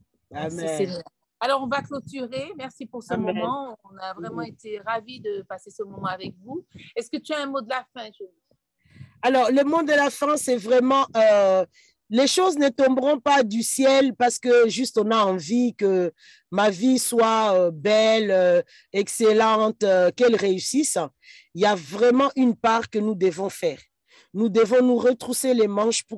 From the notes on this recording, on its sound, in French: Lors de notre dernier atelier sur zoom